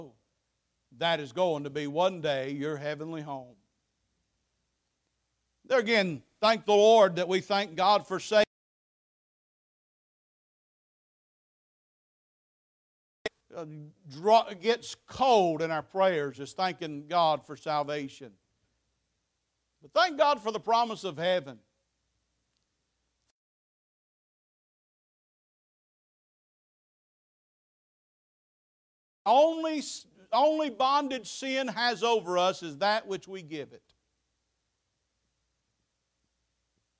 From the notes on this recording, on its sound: Preached at Faith Baptist Church 9/17/23